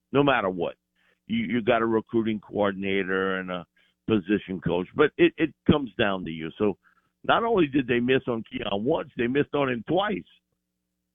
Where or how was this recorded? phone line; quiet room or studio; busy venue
phone line